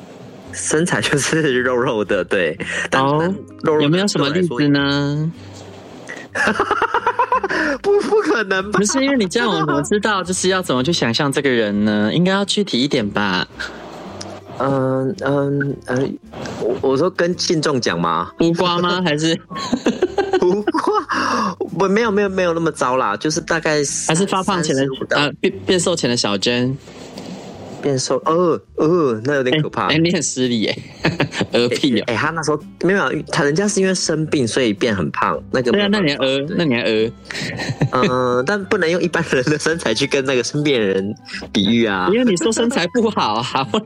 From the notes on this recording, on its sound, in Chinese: 本集是通話錄音